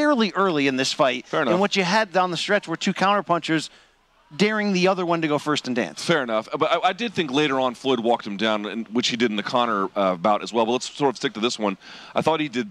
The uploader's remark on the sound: The boys react live from Hard Rock Stadium